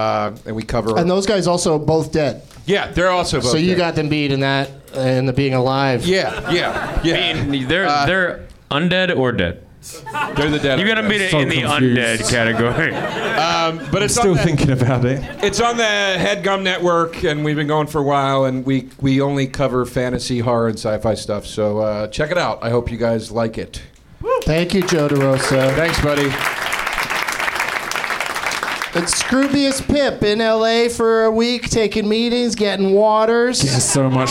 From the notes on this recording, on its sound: Live from the NerdMelt Showroom in LA